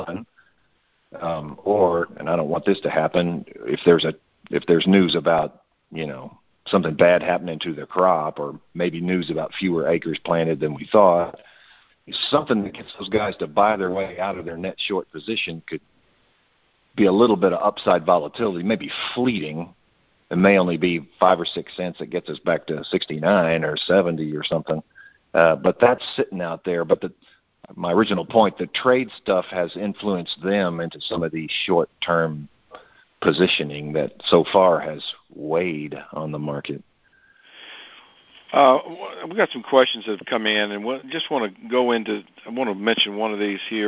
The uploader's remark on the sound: Monthly Conference Call